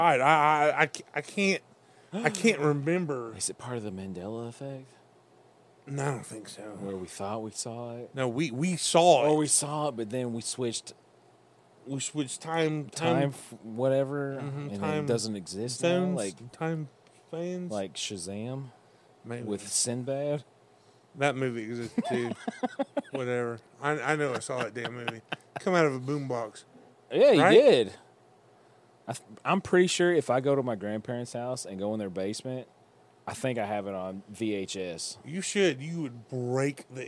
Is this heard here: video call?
no